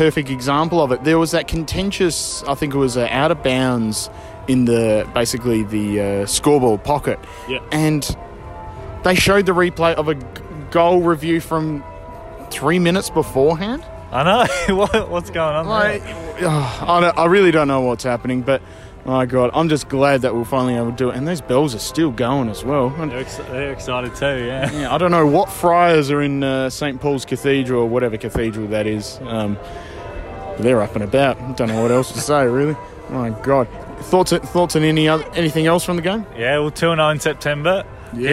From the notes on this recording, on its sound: Post-Giants Walk & Talk.